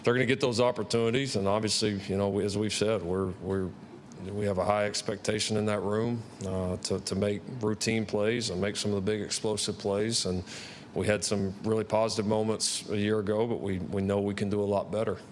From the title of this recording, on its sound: Media Day Press Conference